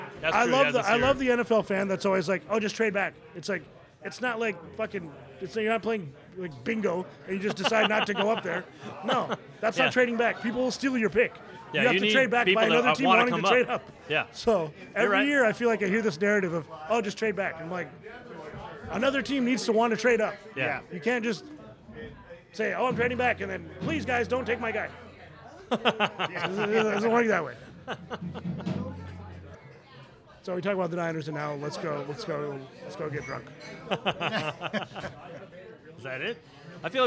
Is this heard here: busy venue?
yes